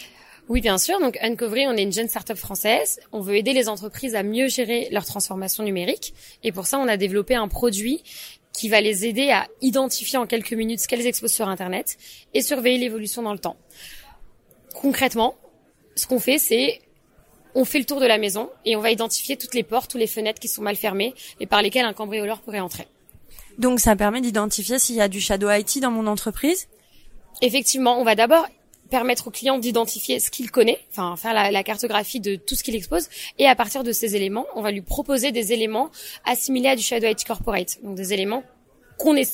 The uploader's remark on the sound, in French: Les Assises de la Cybersécurité à Monaco. Enregistré, monté et publié sur le salon des Assises de la Cyber à Monaco.